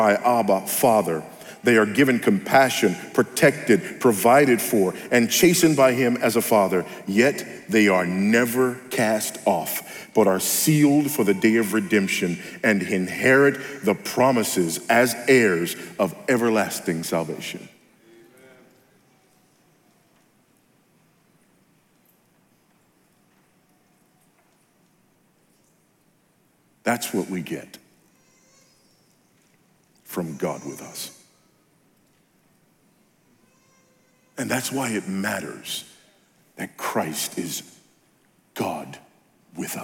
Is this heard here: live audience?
yes